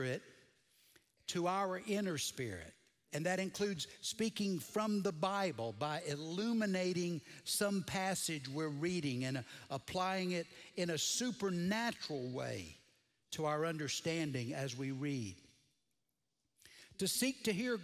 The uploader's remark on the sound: Recorded Live at Brookwood Church